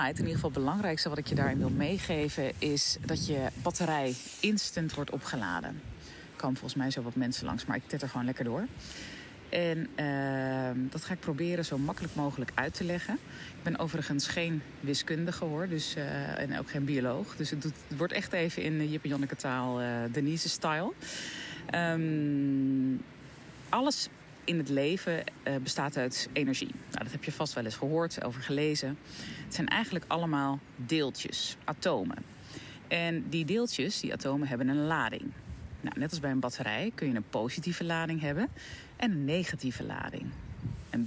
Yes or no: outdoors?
yes